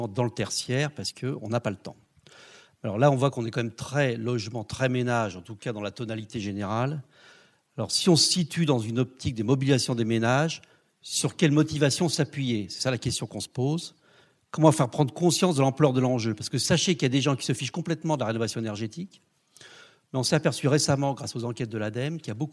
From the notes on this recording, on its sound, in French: Deuxième table ronde et conclusion de la conférence